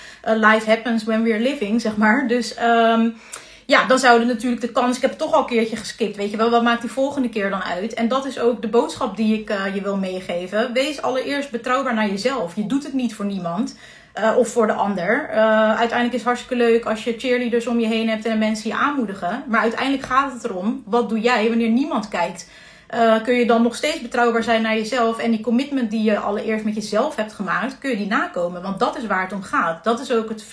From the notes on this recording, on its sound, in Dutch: Deze maand neem ik iedere werkdag LIVE via Instagram een podcast op